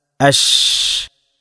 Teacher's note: അഥവാ അത്തഫഷി, വ്യാപനം എന്നുള്ള ഈ വിശേഷണമുള്ള ഒരേ ഒരു അക്ഷരം ഷീന് മാത്രമാണ്. ഷീന് ഉച്ചരിക്കുന്ന സമയത്ത് കാറ്റ്, വായു അല്പം വായയിൽ നിന്ന് പുറത്തേക്ക് വരും.